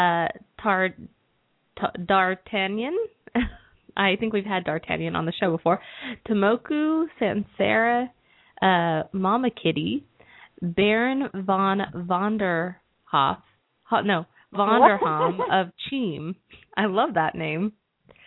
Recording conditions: phone line